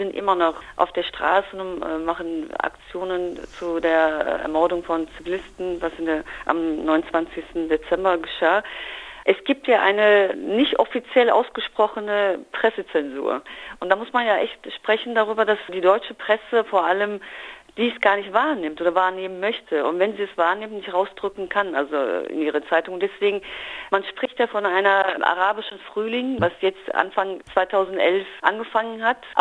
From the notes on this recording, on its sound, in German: per Telefon zugeschaltet